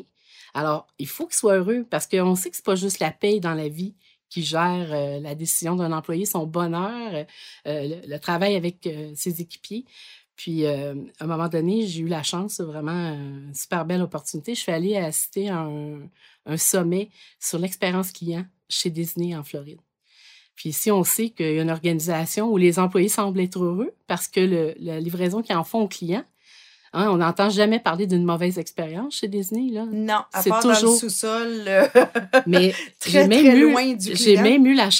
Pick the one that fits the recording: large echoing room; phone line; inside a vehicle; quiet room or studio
quiet room or studio